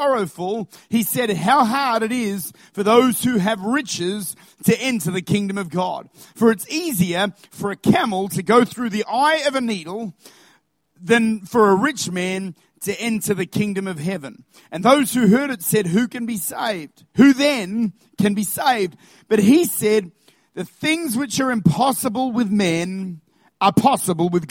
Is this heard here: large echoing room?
yes